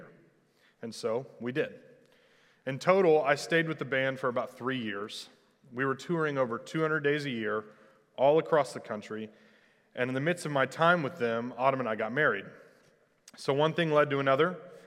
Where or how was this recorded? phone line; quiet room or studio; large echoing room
large echoing room